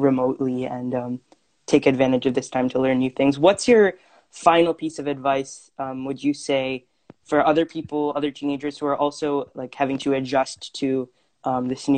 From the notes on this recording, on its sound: We had our first teenager talk show this week on Instagram Live!